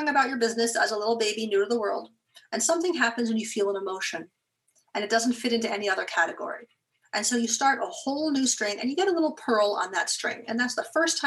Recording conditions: video call